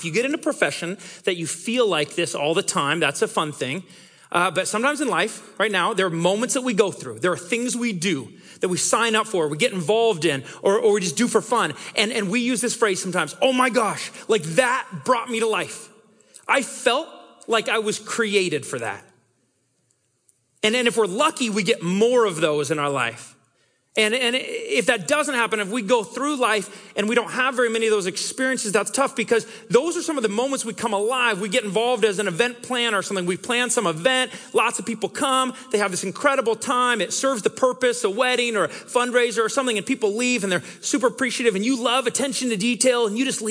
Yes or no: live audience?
yes